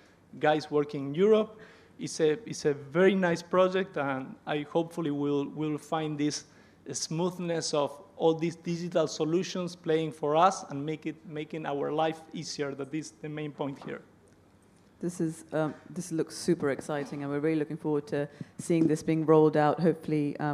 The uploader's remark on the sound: Recorded live in Florence, Italy, at the 2023 AECOS Europe Symposium.